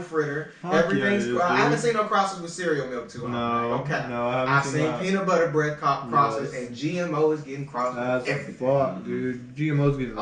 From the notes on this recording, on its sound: Dont hate us for the audio! We've updated our microphones since recording this episode.